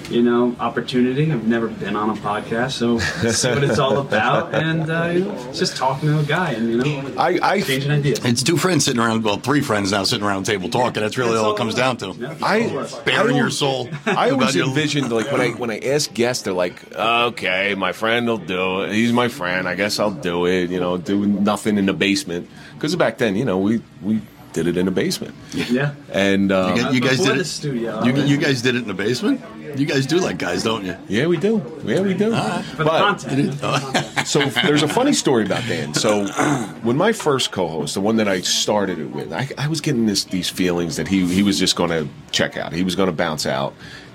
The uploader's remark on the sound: Live at the Grande Saloon. We are airing the party at Grande Saloon in Clifton NJ where we were able to talk to many former guests.